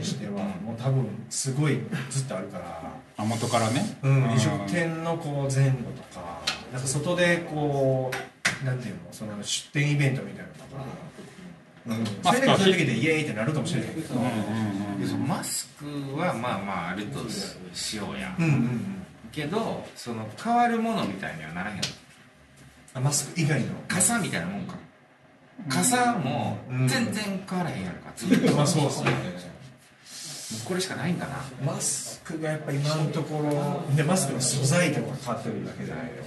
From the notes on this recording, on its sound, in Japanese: 今回は、宝塚・清荒神にある「awai KIYOSHIKOJIN」にて収録しました。Awai KIYOSHIKOJIN は建築家の奥田達郎さんが手がけた大きなキッチンが特徴のシェアハウス。ここの大きなキッチンをお借りしたのでした。せり鍋を準備中のところ、周りにも大勢の人がいる中での30分、賑やかにしゃべり倒しております。ささやかながら、これも公開収録でしょうか。